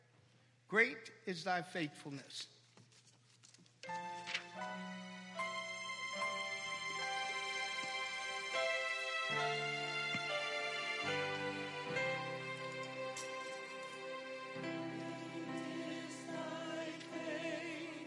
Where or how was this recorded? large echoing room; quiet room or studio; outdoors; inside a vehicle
large echoing room